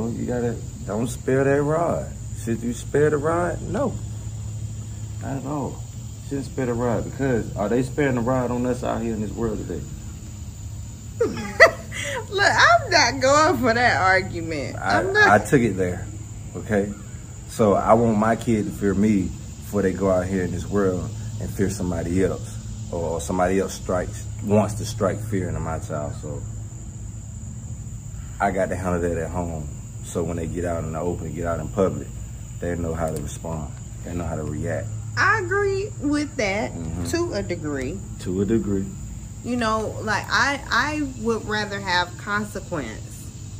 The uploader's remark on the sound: Raw and organic. Recorded outside in nature. No fancy studio or stuffy convo over here.